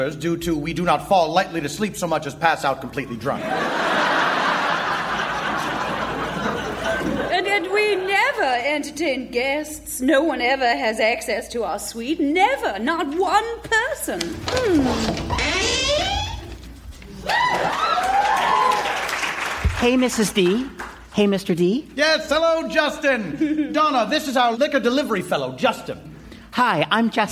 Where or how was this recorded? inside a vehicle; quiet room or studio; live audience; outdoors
live audience